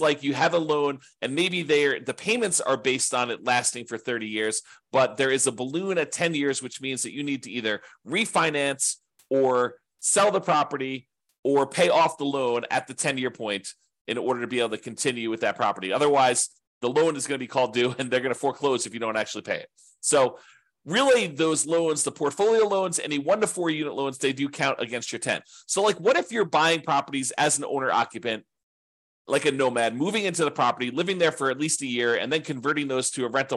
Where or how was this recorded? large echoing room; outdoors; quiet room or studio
quiet room or studio